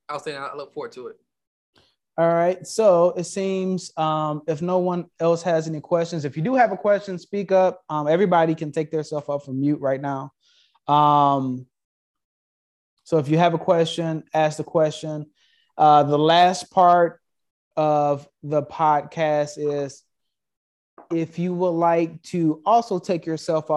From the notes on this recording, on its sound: Investors Gallery is a live Zoom open to the public. Investors Gallery is recorded and filmed in the Art Gallery built in the home of the Principle of Dimensional Capital Partners.